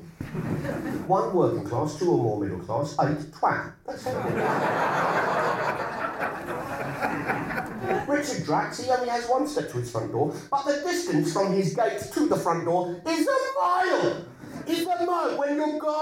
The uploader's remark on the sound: It was recorded on tour at the Darwen Library Theatre, and at King's Place as part of the London Podcast Festival.